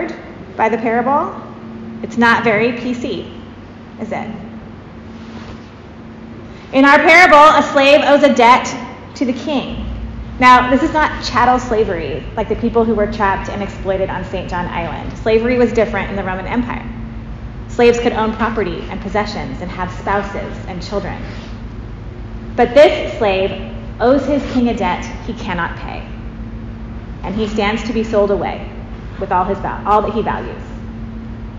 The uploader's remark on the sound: Preached at St. James Episcopal Church, Kent WA.